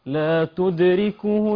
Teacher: قلقلة الدال دال ساكنة من حروف قطب جد